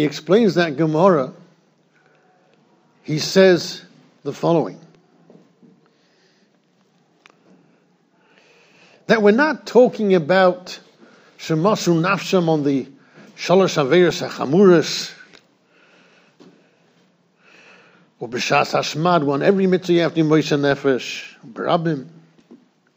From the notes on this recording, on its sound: Shiur recorded in Yeshivas Ohr Reuven, Monsey, NY.